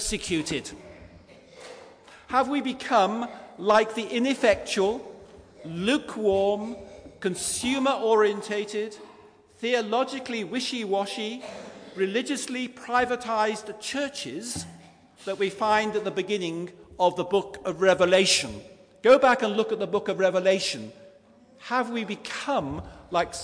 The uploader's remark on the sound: Christ Church, Bayston Hill (UK)